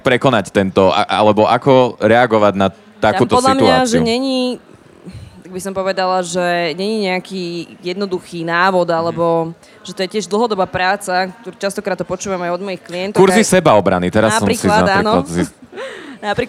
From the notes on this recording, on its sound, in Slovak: live priamo na evente Profesia days v Starej tržnici